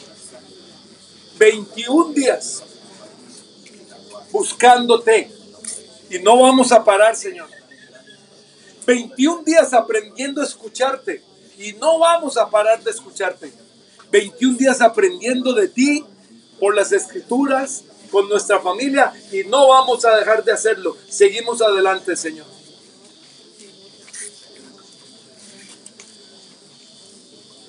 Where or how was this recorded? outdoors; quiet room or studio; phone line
outdoors